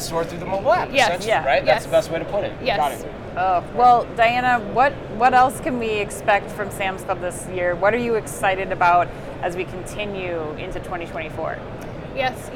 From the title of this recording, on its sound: Live From NRF 2024